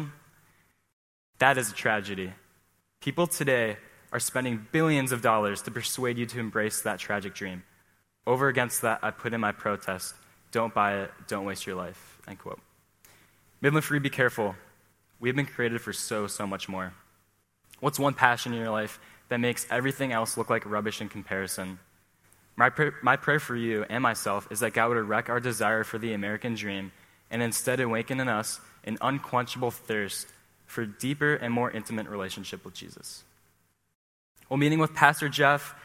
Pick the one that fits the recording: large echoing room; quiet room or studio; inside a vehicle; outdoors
large echoing room